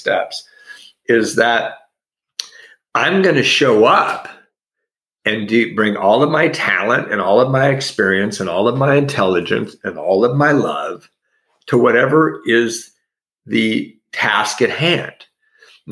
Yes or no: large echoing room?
no